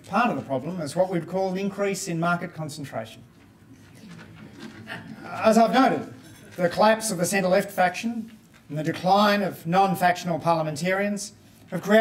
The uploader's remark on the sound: recorded at the John Cain Lunch on the 19th of July 2023, hosted by Per Capita